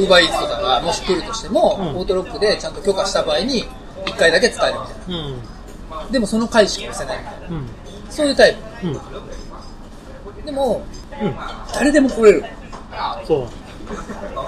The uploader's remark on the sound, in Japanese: GWロケ回で車で話した